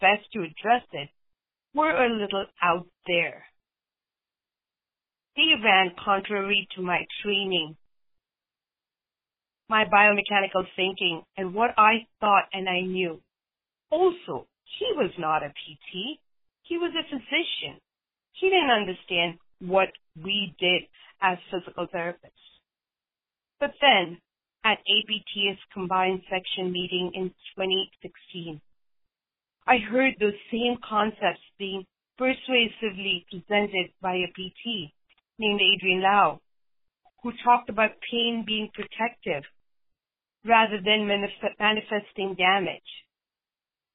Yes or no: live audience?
no